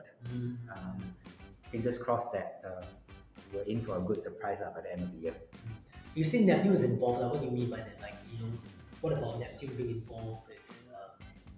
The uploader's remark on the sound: Apologies for the poor audio quality!